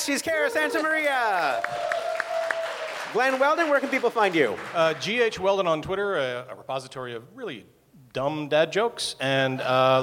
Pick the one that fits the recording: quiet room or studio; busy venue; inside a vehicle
busy venue